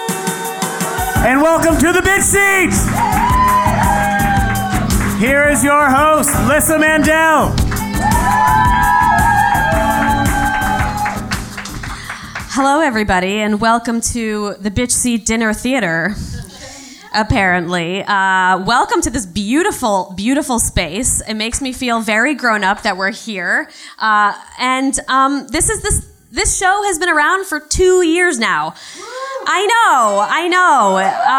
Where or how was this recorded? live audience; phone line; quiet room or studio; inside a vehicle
live audience